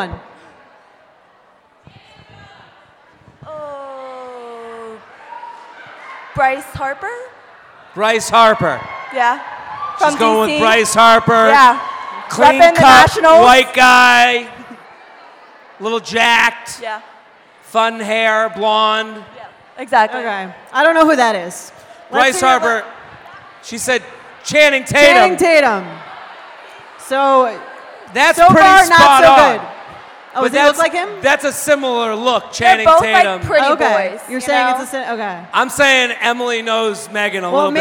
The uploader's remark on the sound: Live At Sixth & I. Recorded live at Sixth And I in Washington, DC.